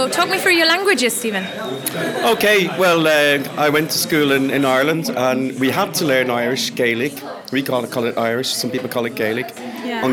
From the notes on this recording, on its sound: Live from the Polyglot Gathering in Berlin. There are opportunities to listen in to the fabulous language introductions. I also brought my microphone to several new people. Languages heard on this show: German, Esperanto, Spanish, French, Indonesian, Greek, English.